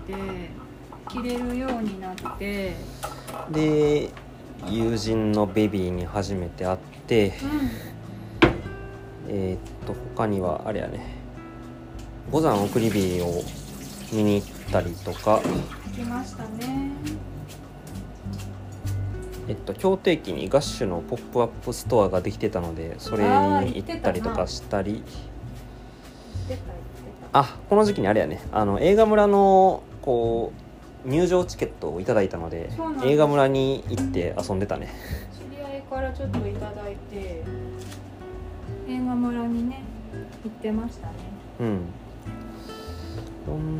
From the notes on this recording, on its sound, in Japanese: 年越しそばを作りながらの収録なので、物音が多いです。